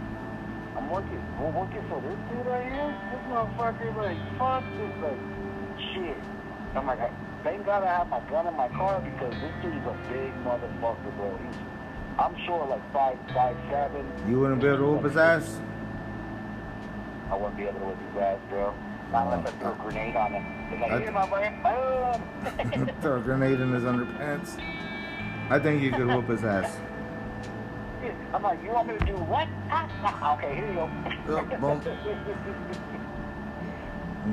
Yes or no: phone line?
yes